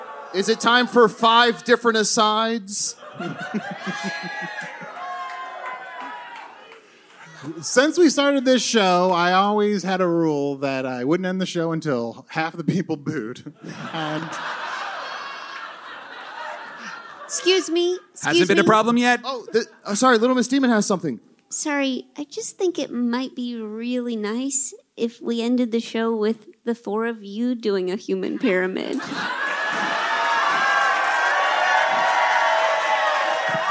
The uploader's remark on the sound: Recorded live at the Bell House in Brooklyn.